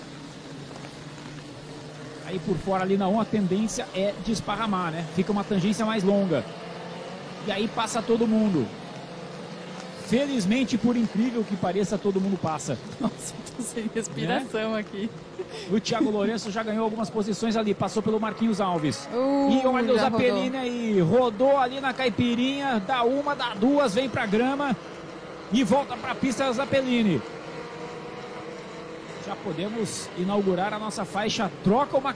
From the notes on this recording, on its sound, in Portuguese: Transmissão AO VIVO da 2ª Etapa 2022 (corrida 2), da Old Stock Race, direto do Autódromo Velocitta - Mogi Guaçú (SP).